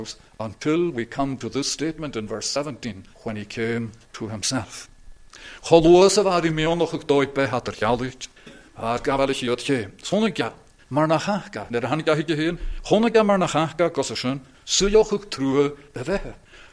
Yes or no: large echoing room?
yes